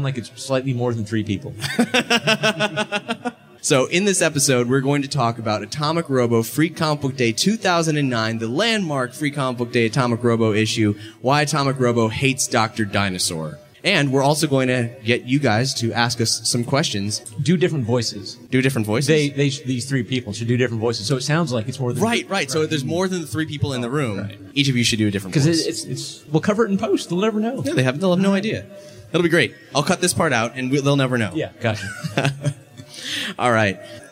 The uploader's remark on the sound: Live from HeroesCon 2013, it’s Atomic Robo Nuts & Bolts! In front of a live crowd in Charlotte, NC for the first time. (This also explains why it sounds like were in a gymnasium, there was a lot of slap-back in that tiny room.)